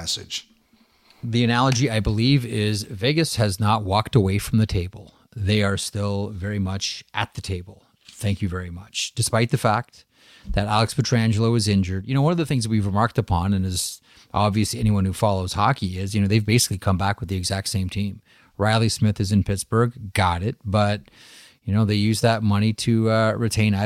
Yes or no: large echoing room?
no